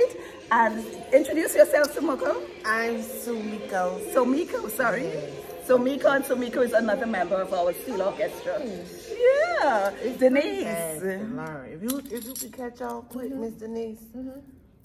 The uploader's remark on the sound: OSO STEELPAN PANORAMA LIVE COVERAGE INTERVIEWS. Interview highlights from OSO's Live Coverage of the Steelpan Panorama Finals.